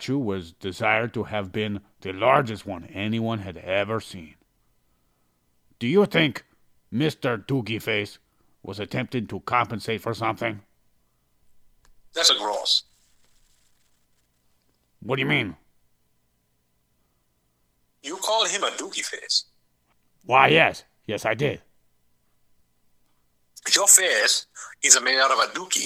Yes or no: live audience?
no